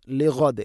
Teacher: ലിഗദ് എന്ന് വഖഫ് ചെയ്യുമ്പോൾ ദാലിനെ ശരിക്കും കേൾക്കുന്ന രൂപത്തിൽ ഖൽഖല ചെയ്യണം. ലിഗദ്, ലിഅദ് അല്ല, ഗൈനാണ്.